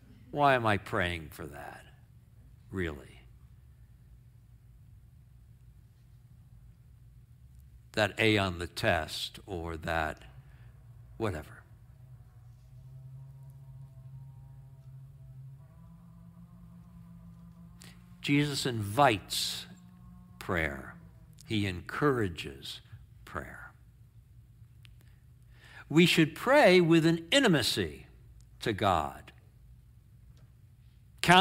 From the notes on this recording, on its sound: Sermon in our worship service on 9/3/23. Streamed live on video from our campus in Westlake Village, CA.